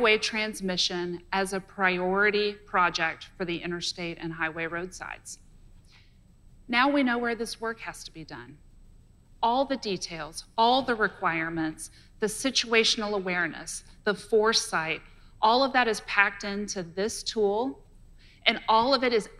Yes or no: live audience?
yes